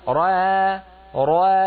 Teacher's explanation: تفخمين الراء وتعودين فترققين الألف